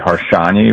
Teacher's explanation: the S is actually a sh sound in Hungarian, so it would be Harsanyi, but no one was pronouncing it right.